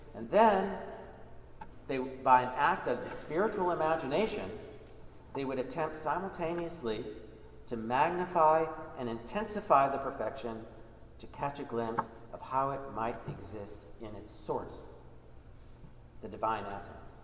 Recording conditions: live audience